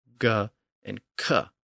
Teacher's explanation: By the time the Romans adopted the Greek alphabet, indirectly from the Etruscans, as you may recall, the sound of the third letter had eventually shifted from the G sound to the K sound. So if you pronounce both of these sounds, you can see that they're both in the back of the throat